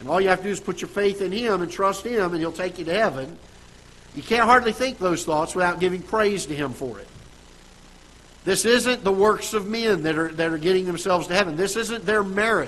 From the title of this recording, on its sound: Ketha Heights Baptist Church ~ Live Broadcast